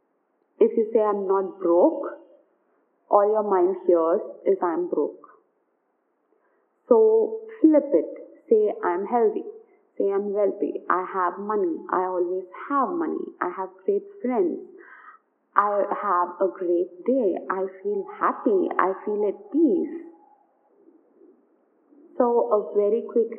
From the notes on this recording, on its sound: Do excuse some background noise